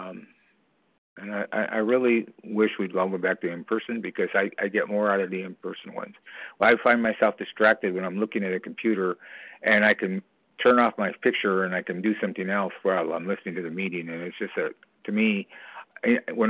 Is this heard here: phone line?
yes